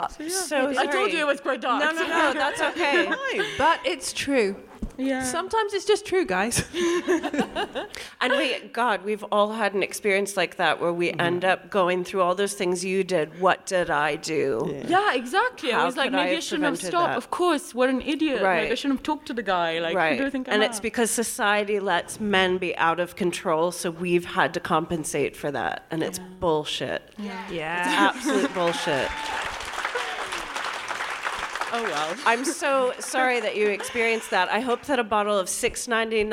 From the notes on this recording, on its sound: We're back in Edinburgh for another fantastic episode of DWSC from their amazing sell-out run at the Fringe! Today's packed audience were in for a treat. We then hear from a member of the audience.